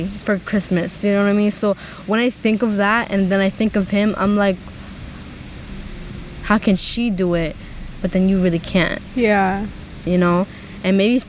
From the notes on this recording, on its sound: I apologize for the audio, it was pretty windy when this was recorded.